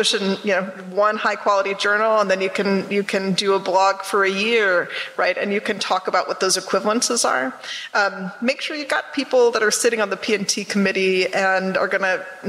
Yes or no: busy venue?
yes